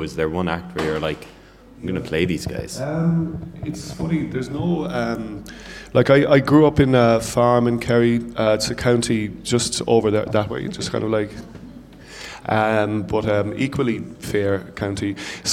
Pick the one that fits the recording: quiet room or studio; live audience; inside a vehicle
live audience